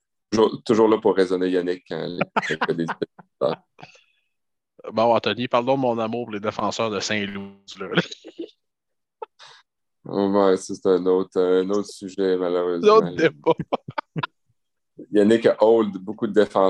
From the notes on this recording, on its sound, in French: On s'excuse pour la qualité de la connexion internet, la technologie n'est pas infaillible!